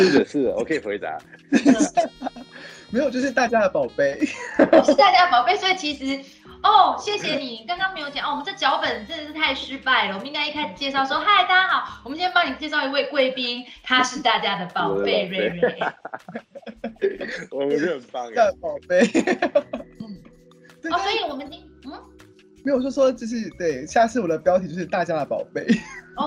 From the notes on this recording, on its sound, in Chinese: 本集節目全程使用 Microsoft Teams 遠距錄音